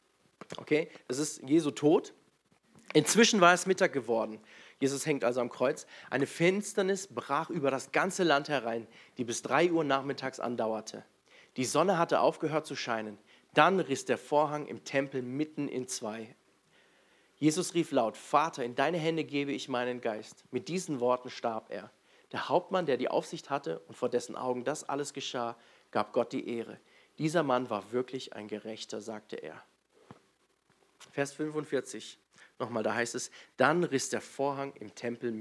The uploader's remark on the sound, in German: in der Gemeinde Kaleo Schopfheim aufgenommen.